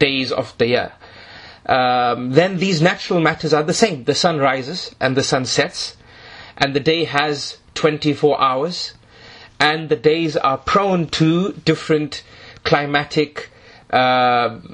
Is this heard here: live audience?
no